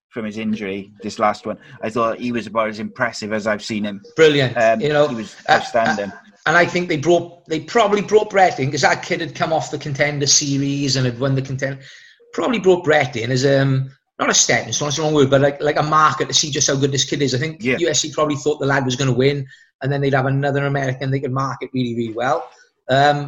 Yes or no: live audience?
no